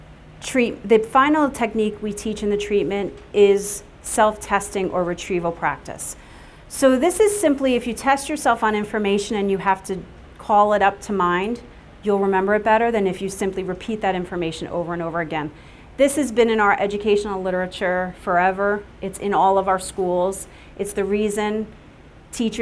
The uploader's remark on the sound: Welcome to the 2019 Brain Injury Conference. At the Kessler Institute for Rehabilitation, Chester Campus, Chester, New Jersey.